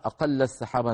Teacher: ومن قرأ أقل السحابة بإدغام التاء في السين، هذا أتى بها على أن الإدغام أسهل